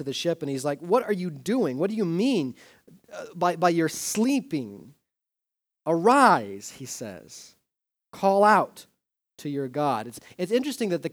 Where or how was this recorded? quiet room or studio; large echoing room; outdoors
large echoing room